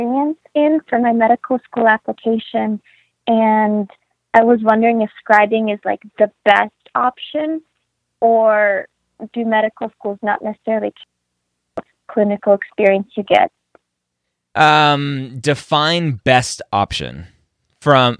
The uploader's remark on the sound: got on the phone with several of them to answer their questions